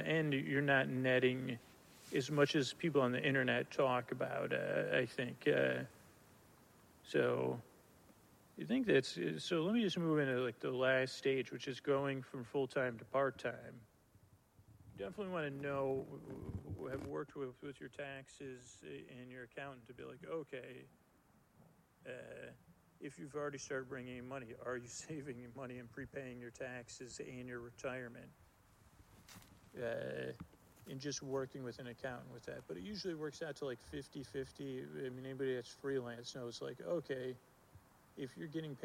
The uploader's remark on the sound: Forest Walk Live. With sound design and music.